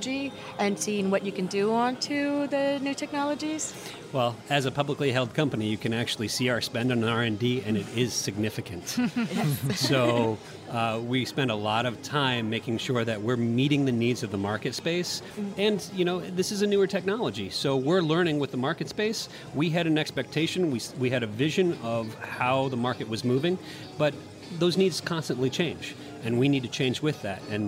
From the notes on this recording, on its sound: on location at TexWorld USA in New York